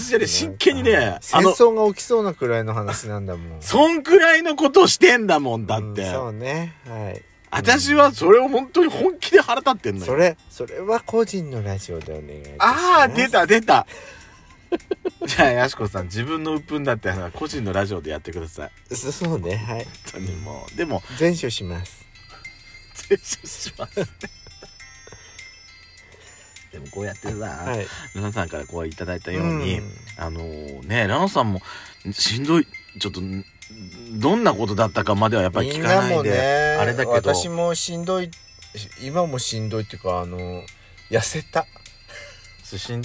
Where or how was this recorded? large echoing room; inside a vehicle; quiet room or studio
inside a vehicle